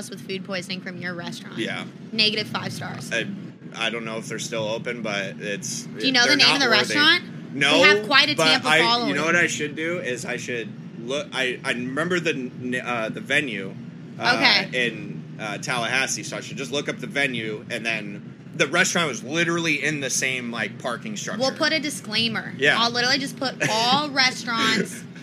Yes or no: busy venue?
yes